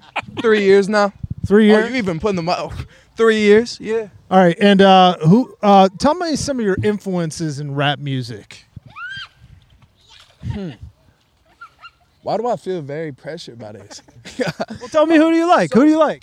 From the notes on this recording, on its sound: Live from the poolside, it's the Second Palcast Pool Party!